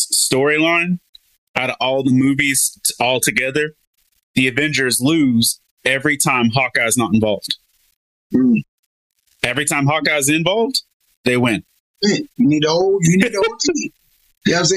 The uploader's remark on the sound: The audio on this episode isn't the greatest. We did our best to salvage it, but we do apologize that it's not up to our normal quality.